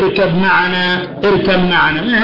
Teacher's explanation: هذه قراءة مختلف فيها، يعني وردت اركب معنا واركب معنا، وهذه الباء والميم من حروف الشفوية أب أم، ففيها إدغام متجانسين، فهذا إدغام صحيح، فهذه إن وردت عند حفص فغير من القراء يفكون الإدغام، فهذه قراءة وتلك قراءة، وكلاهما يعني قراءات سبعية متواترة.